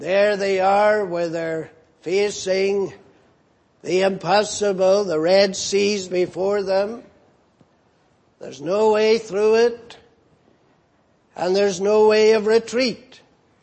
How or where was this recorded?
large echoing room